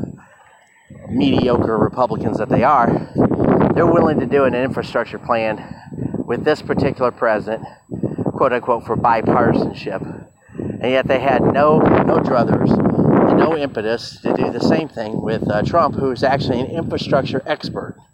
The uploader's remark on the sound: Random thoughts while walking at Purdue University.